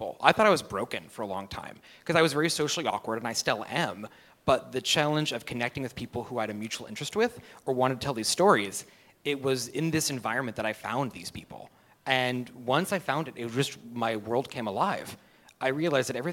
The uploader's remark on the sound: Recorded live (so expect bumps)